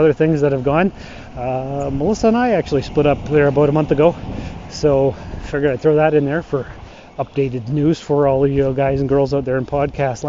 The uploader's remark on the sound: This week is a walk and talk type show. I will be walking along on my mail route.